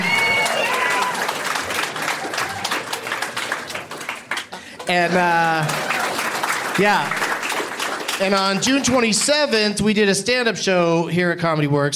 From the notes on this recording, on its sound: Live from Comedy Works in Denver, CO